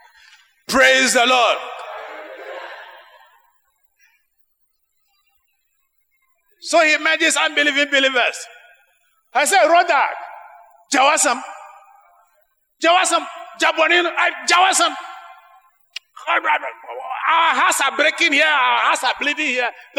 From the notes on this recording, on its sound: Sermon preached at CBC Shiashi Campus